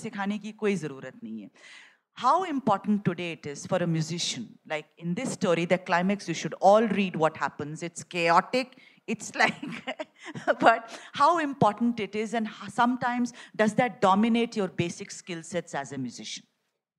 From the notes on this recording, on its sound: A live session from #JaipurLitFest2020.